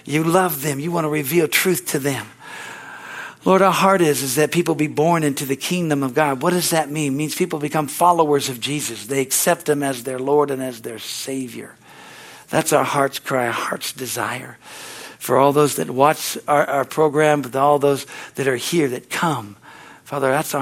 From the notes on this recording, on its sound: the Wednesday service on July 12, 2023 at Harvest Bible Church in Stockton, CA.